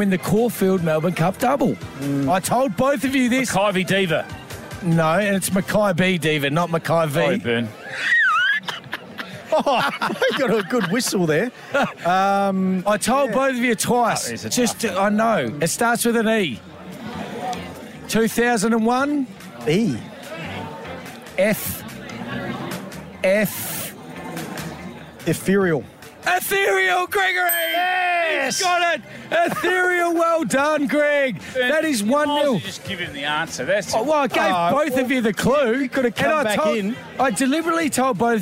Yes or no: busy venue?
yes